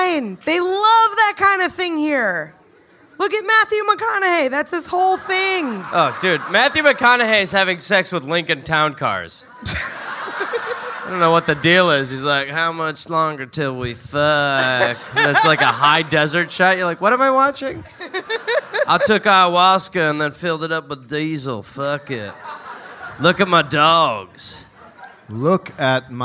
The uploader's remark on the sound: Live in Austin